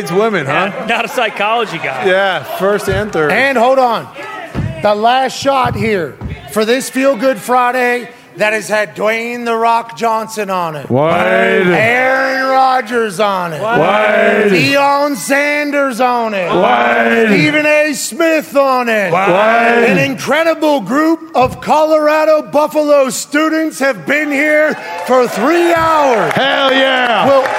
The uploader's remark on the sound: LIVE from the set of College GameDay in Boulder, Colorado